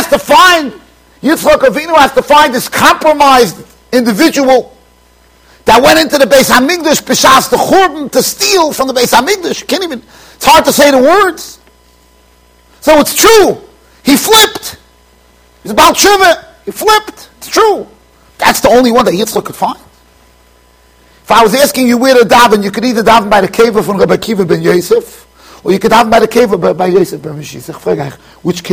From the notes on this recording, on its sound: Shiur recorded in Yeshivas Ohr Reuven, Monsey NY